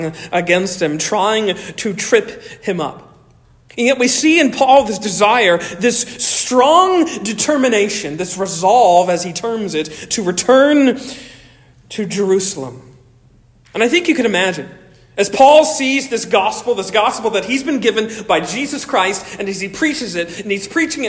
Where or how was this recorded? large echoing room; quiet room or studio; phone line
large echoing room